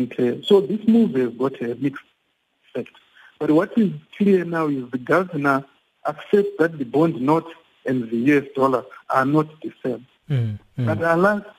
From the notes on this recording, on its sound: we are now on the line joined